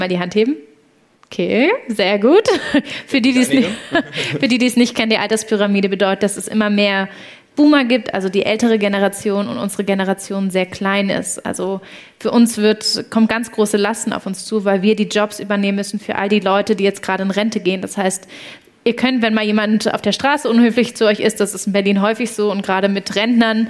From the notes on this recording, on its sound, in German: Der Podcast ist als Community Live Podcast im Rahmen des 4. Young Founders Network Events in Berlin entstanden.